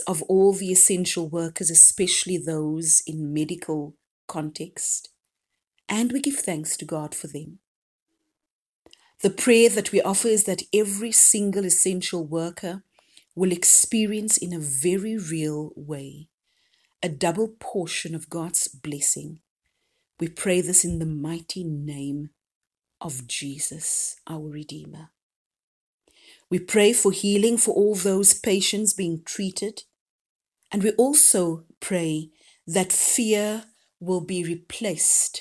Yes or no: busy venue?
no